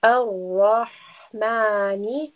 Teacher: ha is also from the throat, so we will have that airy sound. And following that, we have a meem with a small alif next to it.